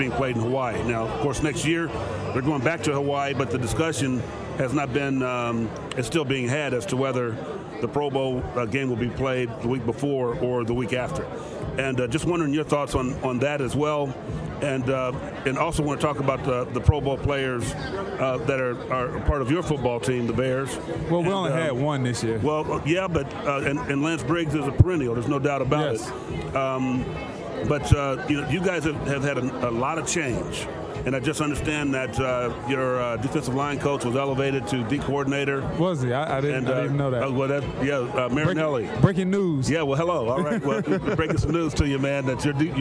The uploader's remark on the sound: Live from the Player Network Event: Super Bowl 44. This will be the second consecutive year that VoiceAmerica hosted a live event from PNE.